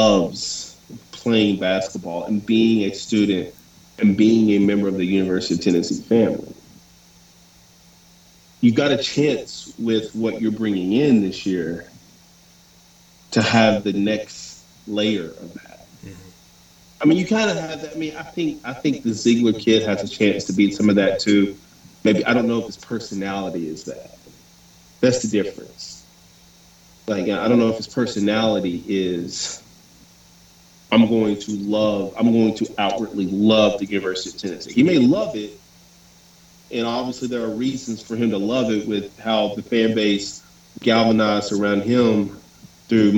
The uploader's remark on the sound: WE APOLOGIZE FOR THE MESSED UP AUDIO QUALITY. Apparently when recording, the software recorded from the incorrect audio source, which is why the audio sounds lower quality in this episode.